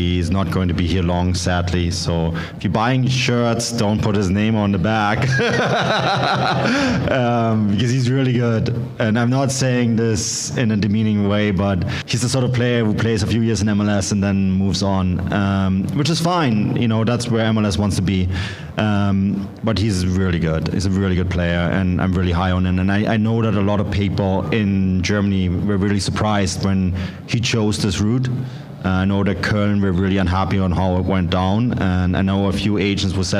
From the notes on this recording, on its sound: the live audio from the pre-match event